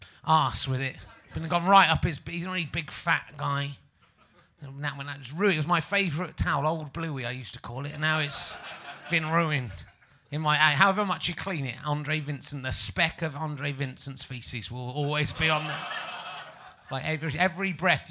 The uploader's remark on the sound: Edinburgh Fringe Podcast 2011. Luckily today's podcast audience aren't weird - well not in that way.